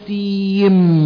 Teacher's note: النون بتاعت سين تدغم في الميم بتاعت ميم · Term: مد لازم حرفي مثقل